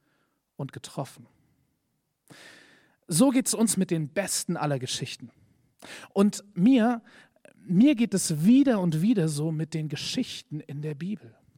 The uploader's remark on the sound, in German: Predigt im Rahmen des GreifBar+ Gottesdienstes